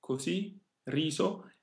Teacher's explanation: Così, riso, with a hard S, is the traditional pronunciation of these words. Nowadays, it's more common to hear the voiced Z sound here, even in spoken language, especially in northern Italy.